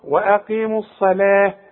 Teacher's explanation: الصلاة فخم قوي الصاد واللام رققها